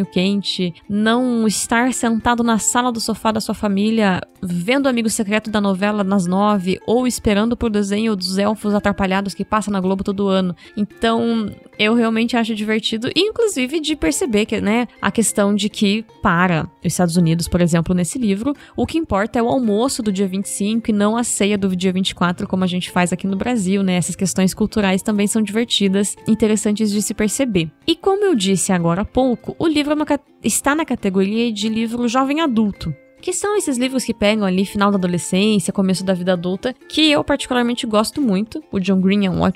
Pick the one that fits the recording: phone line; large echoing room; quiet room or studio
quiet room or studio